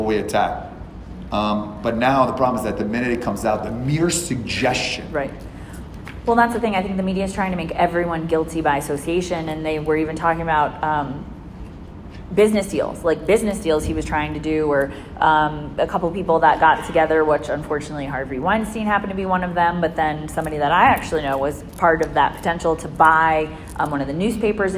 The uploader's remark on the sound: live from an event in Johannesburg South Africa